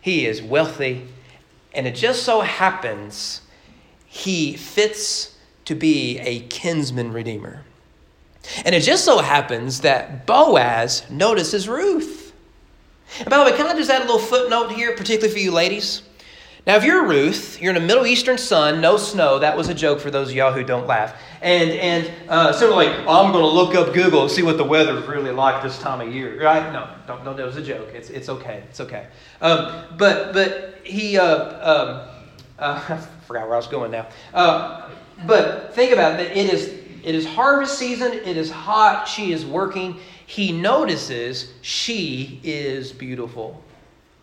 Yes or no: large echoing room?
yes